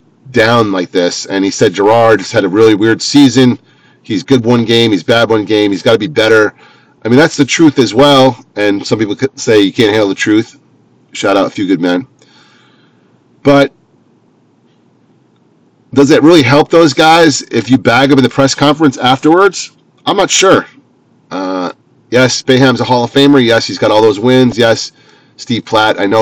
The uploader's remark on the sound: Driving Edition